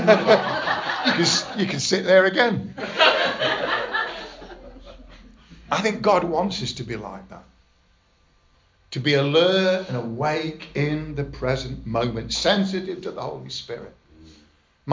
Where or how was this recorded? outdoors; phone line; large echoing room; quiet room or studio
large echoing room